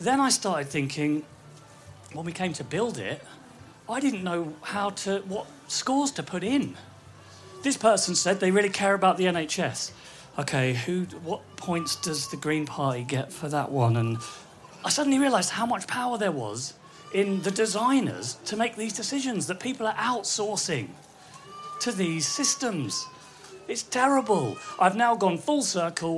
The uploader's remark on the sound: Recorded at Wilderness Festival in August 2018.